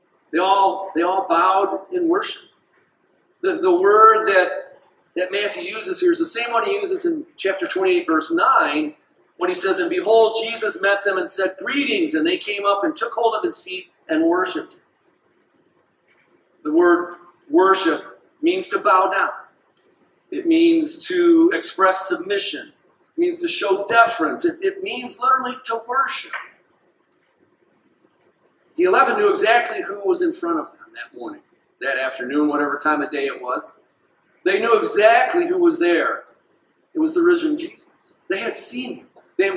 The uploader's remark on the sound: This sermon was delivered on January 21st, 2024 at Grace Church in Granger, Indiana.